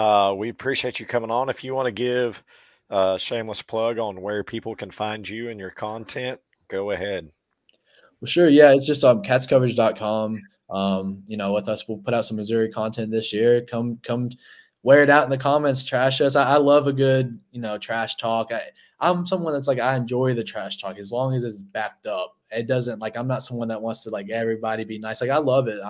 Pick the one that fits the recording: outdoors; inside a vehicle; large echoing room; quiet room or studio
quiet room or studio